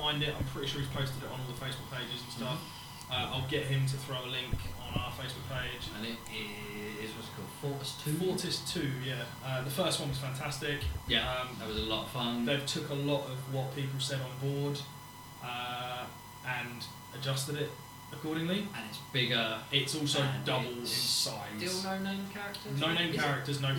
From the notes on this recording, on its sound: We have some sound issue during recording. I have tried to clear up most of it, but I am new to all the equipment that we are using.